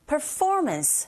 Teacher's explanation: by를 제외한 나머지 세 개의 단어가 모두 다 내용을 전달하는 content word이 되겠죠. 거기에 강세가 있고 그 강세를 힘줘서 발음하시고 더와 by와 비교했을 때 이 내용어 자체는 조금 더 길게 발음한다고 생각하시면 됩니다.